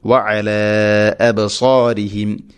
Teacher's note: അതുപോലെ തന്നെ മദ്ദിൻ്റെ അക്ഷരമേയ അലിഫിന് ശേഷം ഹംസ അടുത്ത പദത്തിൽ മദ് മുൻഫസിൽ വഅല അബ്സാരിഹിം, അബ് ബാഇനെ ഖൽഖല ചെയ്യണം